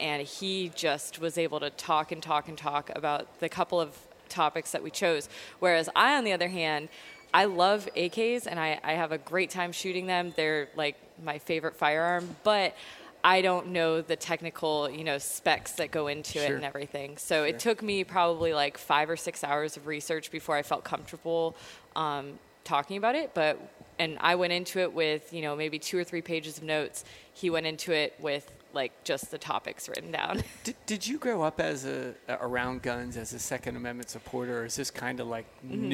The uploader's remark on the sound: Live from the Great American Outdoor Show